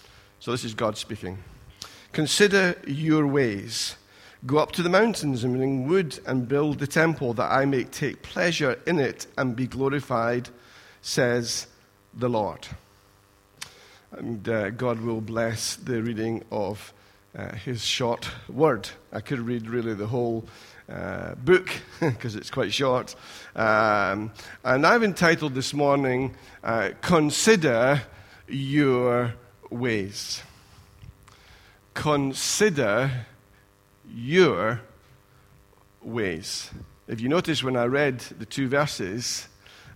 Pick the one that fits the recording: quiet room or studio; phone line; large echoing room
large echoing room